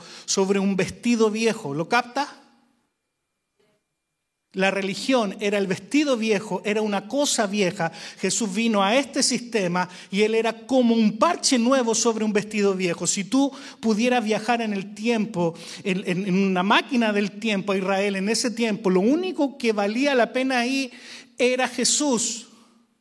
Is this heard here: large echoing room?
yes